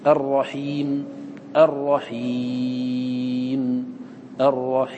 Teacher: فإذا يجوز لنا في نحو الرحيم إذا وقفنا عليه أربعة أوجه: الوقف بالسكون مع ثلاثة المد قبله · Term: سكون الوقف